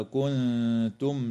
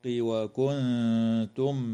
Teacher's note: وتخفى النون الساكنة عند التاء مع الغنة مرققة في كلمة كنتم في الموضعين